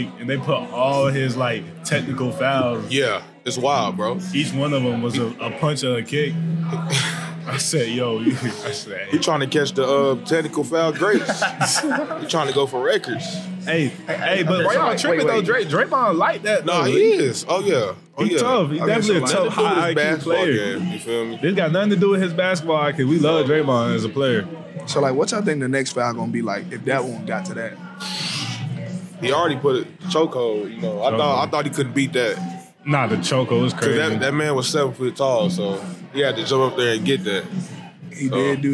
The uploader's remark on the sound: Recorded at Eskimo Joe's on Tuesday, December 19, 2023.